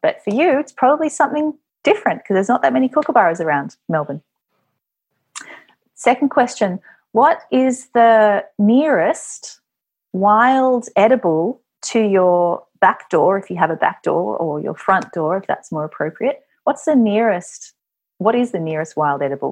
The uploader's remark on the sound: Welcome back to the Zoom Room for our Dumbo Feather Conversation